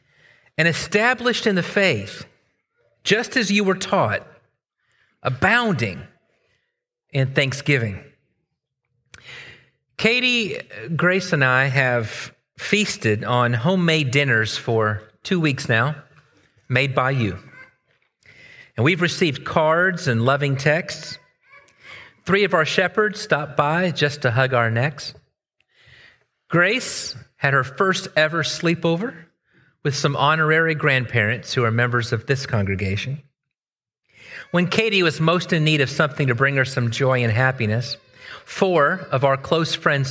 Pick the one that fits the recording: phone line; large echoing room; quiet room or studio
large echoing room